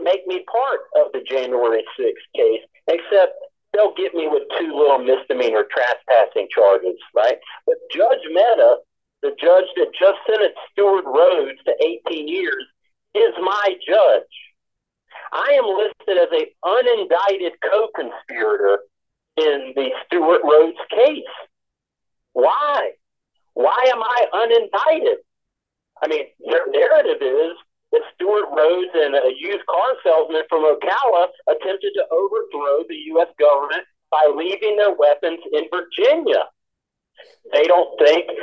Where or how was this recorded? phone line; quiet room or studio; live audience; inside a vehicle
phone line